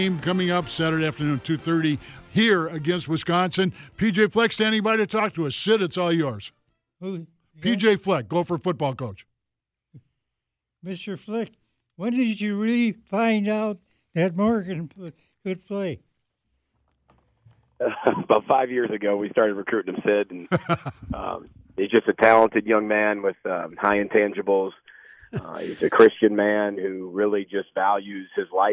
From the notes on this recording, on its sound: They also open up the phone lines and take your calls.